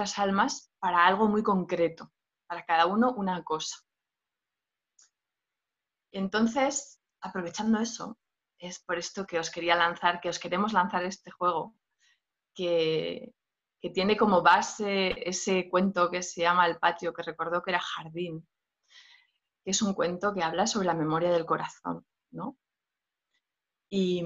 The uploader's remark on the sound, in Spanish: Audio del Evento Online que organizamos el 30 abril 2020